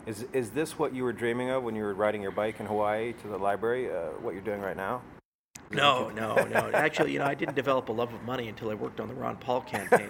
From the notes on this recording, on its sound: We recorded this episode live in Miami at his event.